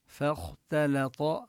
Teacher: الخاء لو وقعت بين الفاء والتاء الخاء مفخمة أما الفاء والتاء مرققان